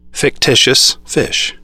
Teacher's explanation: The phoneme we hear as sh can be heard in the word fish, but we also hear it in fictitious, where it is created by a T followed by an I.